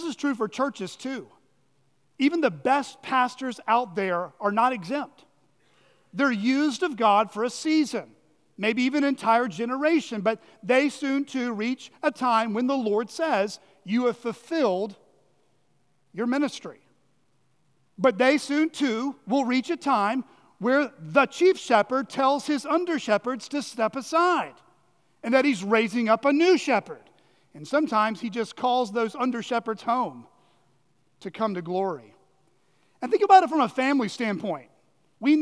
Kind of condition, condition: setting, large echoing room